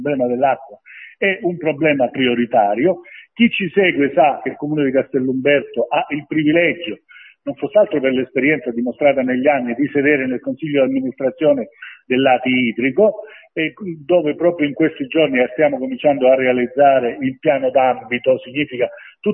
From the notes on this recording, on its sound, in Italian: Abbiamo chiesto tramite una nostra intervista telefonica, (realizzata nel fine settimana scorsa).